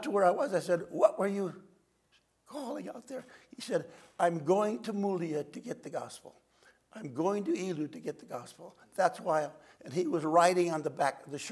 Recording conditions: large echoing room